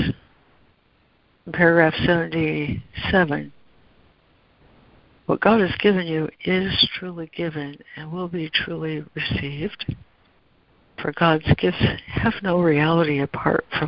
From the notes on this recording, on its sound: ACIM Daily Conference Call